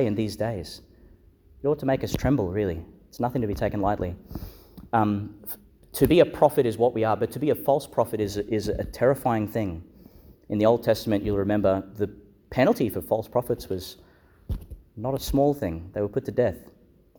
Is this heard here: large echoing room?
yes